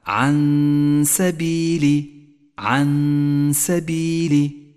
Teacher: نبدأ بحكم الإخفاء عند قوله تعالى عن سبيلي، عن سبيلي، النون الساكنة وبعدها حرف السين، تخفى النون بالسين مع بقاء غنة للنون زمنها حركتان